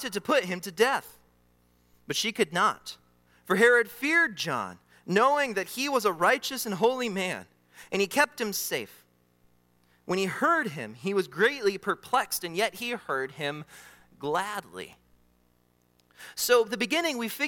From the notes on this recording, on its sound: during the Morning Worship Service on Sunday, December 31, 2023, at Calvary Baptist Church in Battle Creek, Michigan